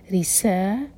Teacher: سین پر سیٹی کی آواز کے ساتھ